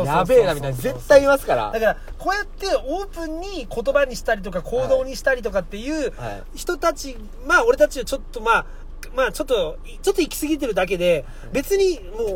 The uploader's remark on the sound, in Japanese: 会社の忘年会終わり、一次会でさっと帰ったのち、いつもの営業車の中で酔っ払いトークです。